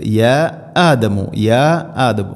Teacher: കോല യാ ആദമു മദ് മുൻഫസിൽ, നാലോ അഞ്ചോ ഹർക്കത്ത് വരെ നീട്ടാവുന്ന മദ്. മദ്ദിൻ്റെ അക്ഷരമായ അലിഫിനു ശേഷം ഹംസ വേറെ പദത്തിൽ യാ ആദമു യാ ആദമു.